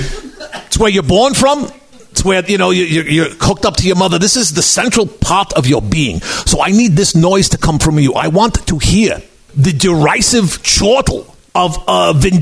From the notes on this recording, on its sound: NERDMELT LIVE. LIVE from the Nerdmelt Showcase Theater on Sunset Blvd in Hollywood.